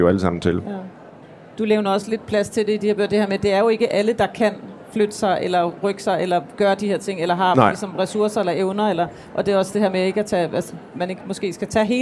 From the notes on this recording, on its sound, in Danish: Live fra Bogforum 2018. Dette afsnit er optaget live fra Bogklubbens scenen på Bogforum 2018.